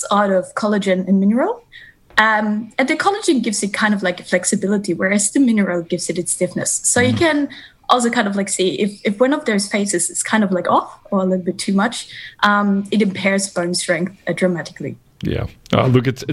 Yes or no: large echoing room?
no